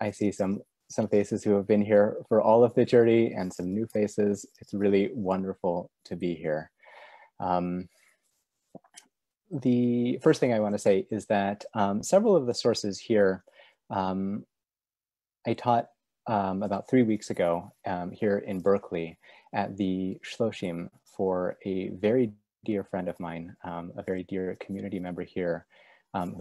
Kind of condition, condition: link, video call